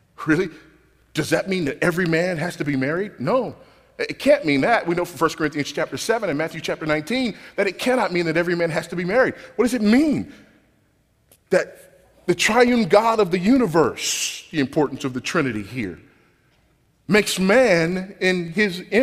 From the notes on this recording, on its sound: This sermon was recorded at Grace Community Church at Shepherd's Conference 2012.